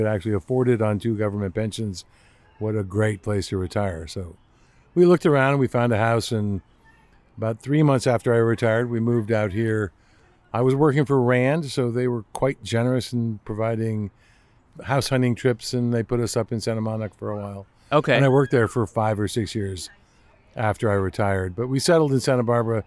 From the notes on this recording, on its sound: The Santa Barbara Zoo, about two hours north of Los Angeles. I returned to the zoo with all my recording equipment and caught them in action.